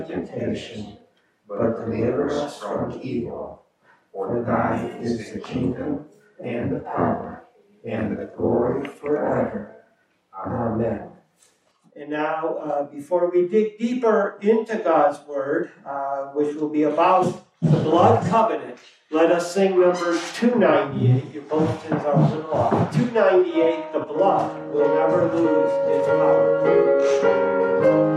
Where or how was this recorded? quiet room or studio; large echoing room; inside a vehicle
large echoing room